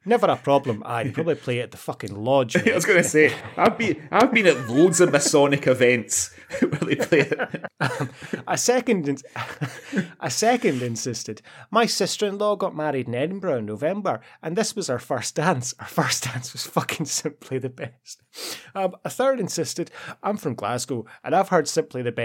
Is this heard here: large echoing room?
no